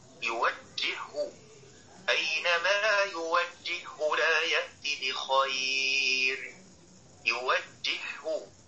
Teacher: إن سكنت الهاء الأولى لابد من الإدغام الكامل